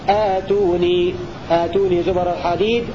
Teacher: قوله والغير فيهما بقطعهما والمد بدءا وموصلا أي قرأ باقي القراء بهمزة قطع مفتوحة ممدودة بمقدار حركتين بدءا ووصلا في لفظ ائتوني يعني باقي القراء يقرؤون آتوني آتوني زبر الحديد